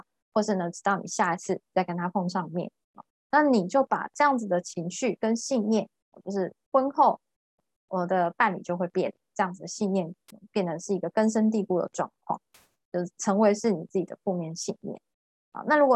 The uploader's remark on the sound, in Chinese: ZOOM線上公益講座